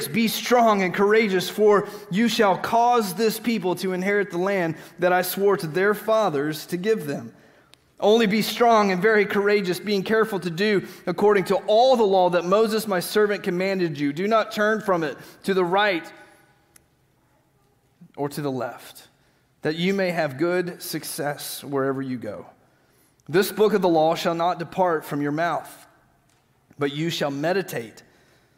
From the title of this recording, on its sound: Green Hill Church Live - Second Service